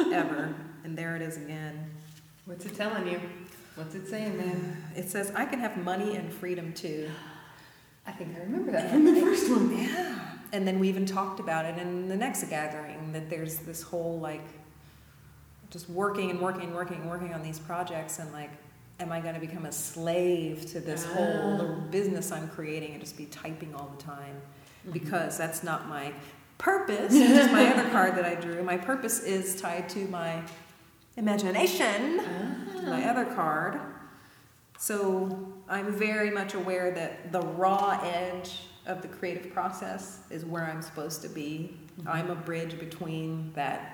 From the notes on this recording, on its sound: the recording of the monthly Women's Circle live gathering